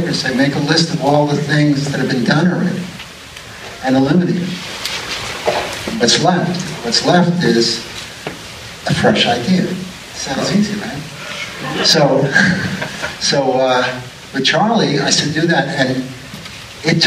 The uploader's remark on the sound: An Alamo Drafthouse Q. From a Blue Sunshine Screening and vinyl soundtrack record release party.